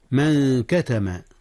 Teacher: أخفي النون قبل الكاف، نون من، والكاف من حروف الإخفاء.